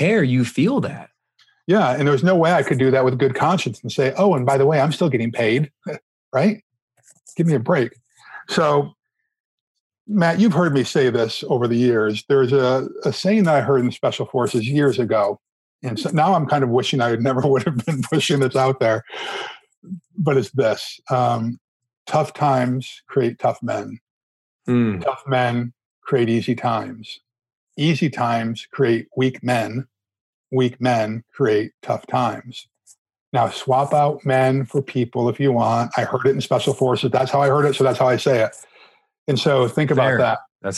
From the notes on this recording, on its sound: This episode was originally recorded as an Instagram LIVE